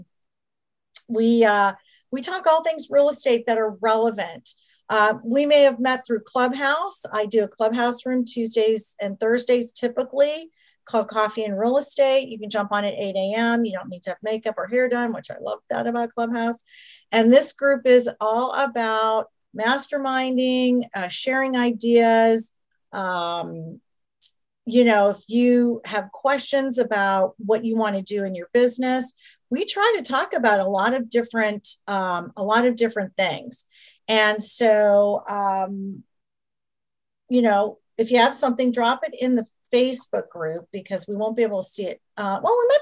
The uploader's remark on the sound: in this weeks Zoom call!